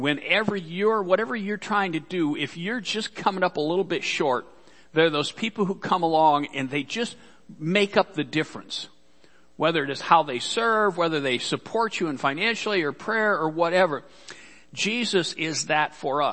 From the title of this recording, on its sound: Worship Service - Audio